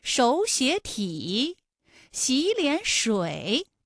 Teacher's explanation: 前两个音节是二声，也就是三五，三五加三五，最后一个字是214